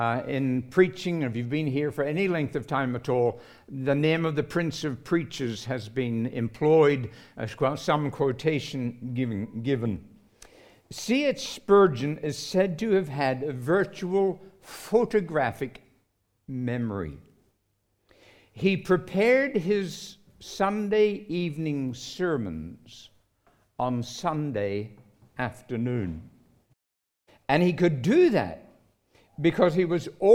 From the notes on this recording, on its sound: recorded live at Grace Community Bible Church